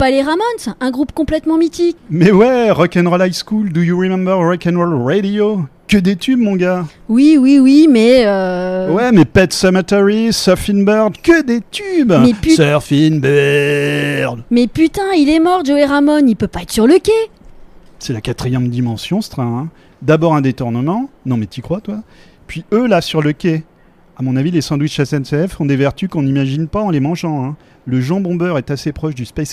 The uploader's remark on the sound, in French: Au Marché de Lëon, marché de créateurs organisé par Radio Béton à la mairie de Tours